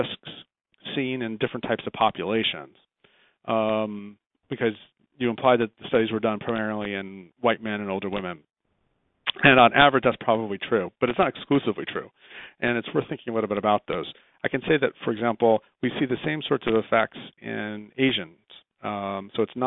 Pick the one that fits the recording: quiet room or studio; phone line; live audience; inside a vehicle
phone line